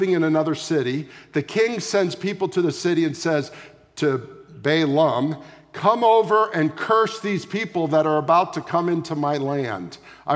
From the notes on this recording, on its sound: Sunday morning services of Boca Raton Community Church in Boca Raton, Florida.